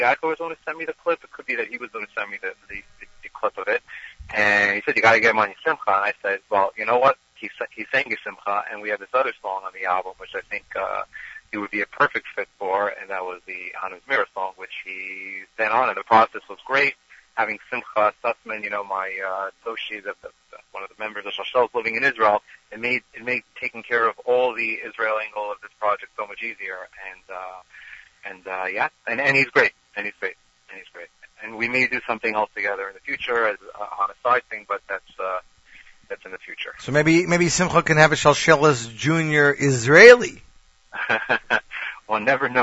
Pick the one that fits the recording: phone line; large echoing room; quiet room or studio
phone line